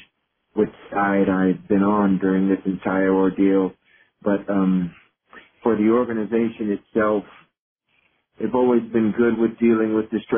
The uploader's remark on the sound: Conference Call